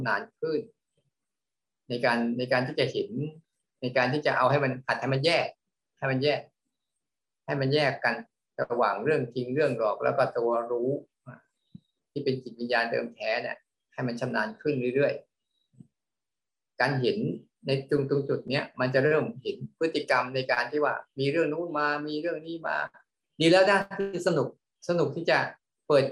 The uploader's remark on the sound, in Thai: คอร์สออนไลน์ (ผ่านโปรแกรม Zoom).